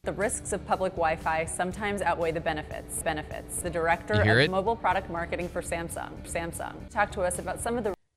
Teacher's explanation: That downbeat with the vocal fry at the end